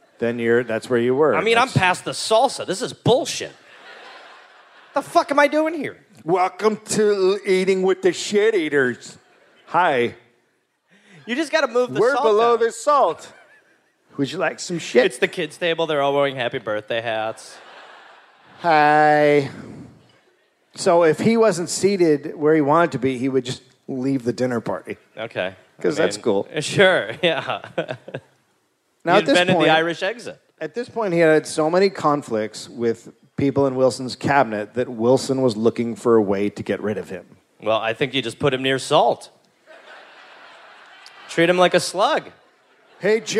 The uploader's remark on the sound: Live in DC